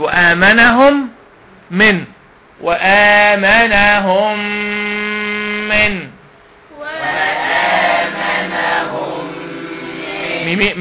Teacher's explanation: ميمين بقت ميم واحده مشدده · Term: ادغام مثلين صغير